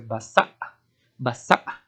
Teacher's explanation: you have to make sure that there is a glottal catch there at the end, because it would mean very differently if you change a little bit the pronunciation.